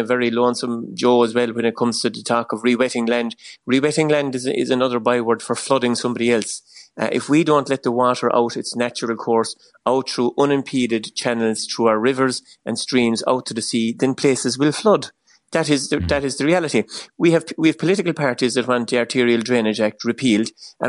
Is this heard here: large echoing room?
no